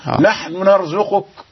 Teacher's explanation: يعني يختلس جزء من الضمة · Term: بالاختلاس